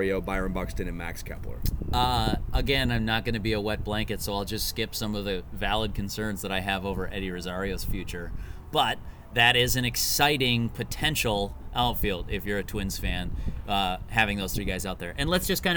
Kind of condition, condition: fault, wind noise